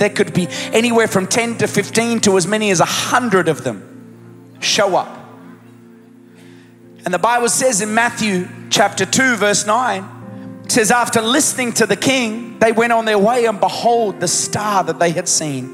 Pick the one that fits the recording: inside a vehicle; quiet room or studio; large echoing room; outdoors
large echoing room